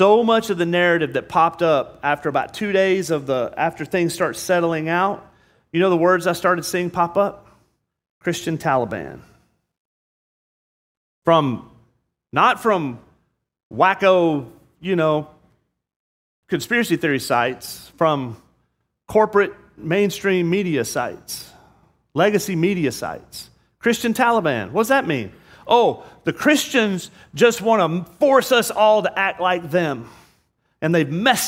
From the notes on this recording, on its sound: This sermon was preached on Sunday, July 3rd, 2022. At Murrieta Valley Church in Murrieta, California.